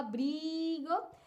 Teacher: es una palabra grave porque tiene la entonación más fuerte en la penúltima sílaba